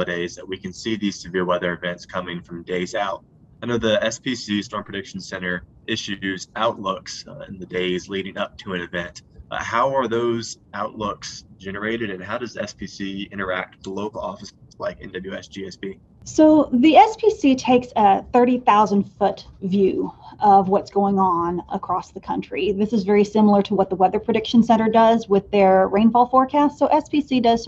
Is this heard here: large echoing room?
no